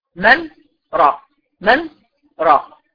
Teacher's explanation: بيقف على النون سكته لطيفه بدون تنفس، بنقول من راء، من راء، سكته بدون تنفس.